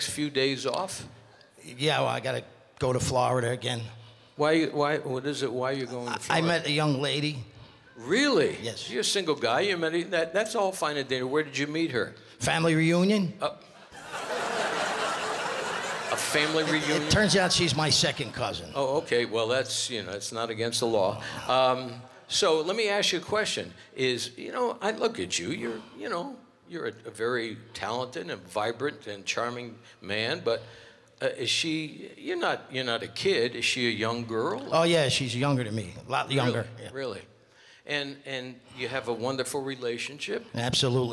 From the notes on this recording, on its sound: Live at the South Point Casino